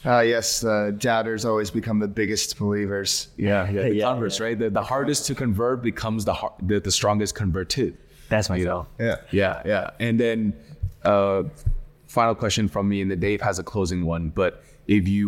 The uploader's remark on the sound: live from Token2049 in Singapore!